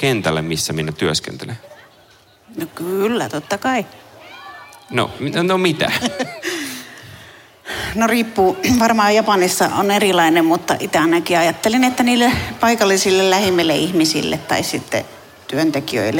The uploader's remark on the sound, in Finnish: Kansanlähetyspäivillä 2023 yleisön edessä äänitetty jakso.